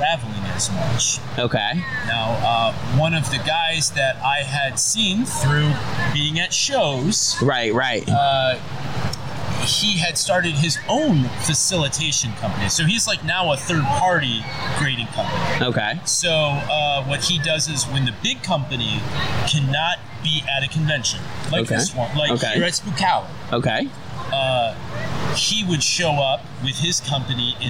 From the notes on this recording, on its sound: Today they have an awesomely spooky episode filled with surprise guest interviews, live from Spookala Tampa!